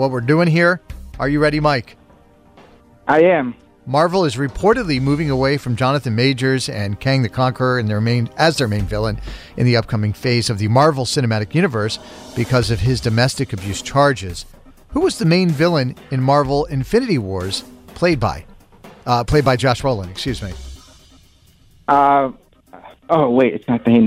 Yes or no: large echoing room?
no